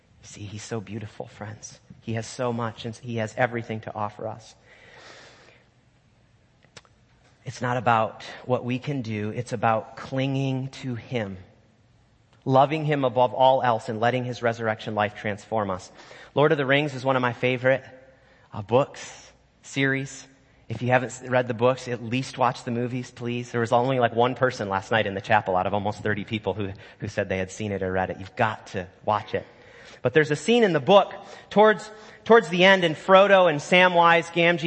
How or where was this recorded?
large echoing room